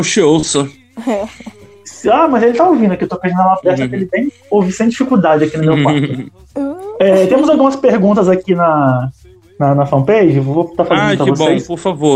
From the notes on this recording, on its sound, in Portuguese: Episódio gravado em live pela fanpage da liga.